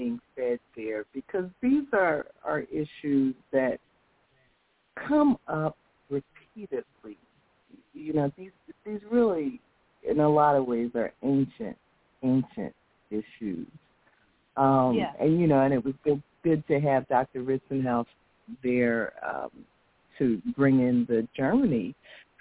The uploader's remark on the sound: Follow-up Call-In Session